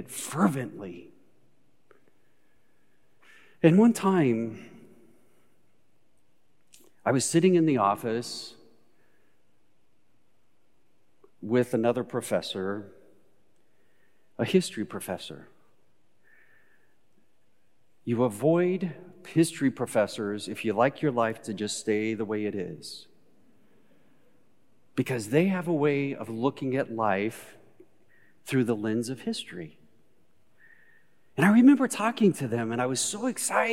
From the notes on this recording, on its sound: Recorded live at Beatitudes Church in Phoenix, AZ